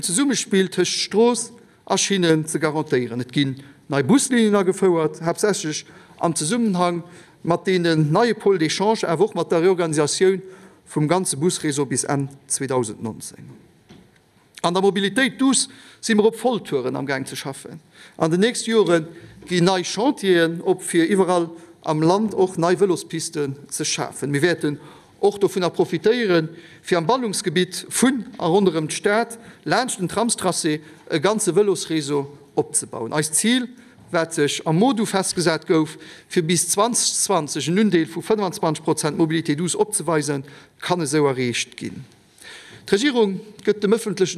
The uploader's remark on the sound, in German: live aus der Chamber